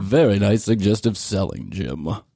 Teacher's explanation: He's got that vocal fry, but way at the lower tones.